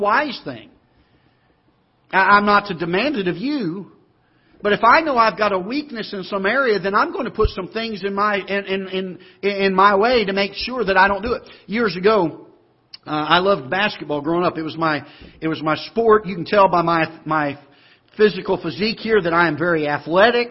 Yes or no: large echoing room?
yes